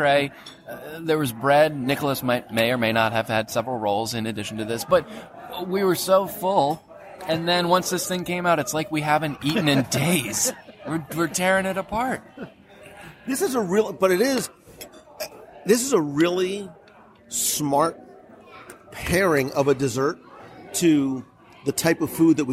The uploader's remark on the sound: Kona Cafe Lunch Live Dining Review. This week, I invite you to pull up a chair for a live dining review as we sample a lot of a lot of the lunch offerings.